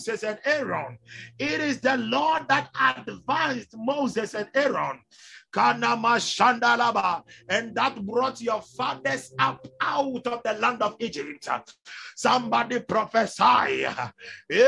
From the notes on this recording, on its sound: Zoom meeting.